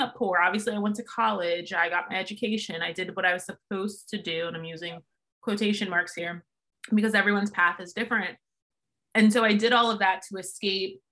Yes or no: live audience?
no